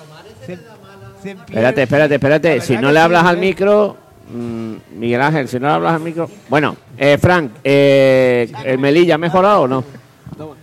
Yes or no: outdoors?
yes